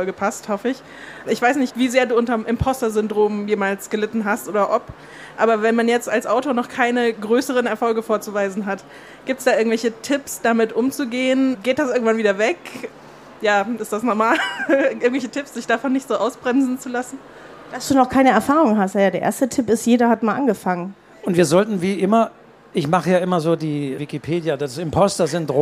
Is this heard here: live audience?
yes